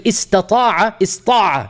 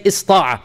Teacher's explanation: it is allowed to simply cut off the ta' in order to make the pronunciation easier · Term: cutting off